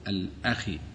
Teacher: لاحظ الخاء المكسورة الأخ لا يظهر فيها التفخيم